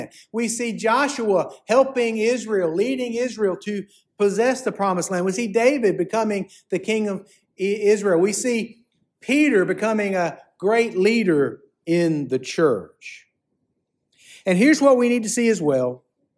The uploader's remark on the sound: preached at Fairmount Baptist Church on January 21, 2024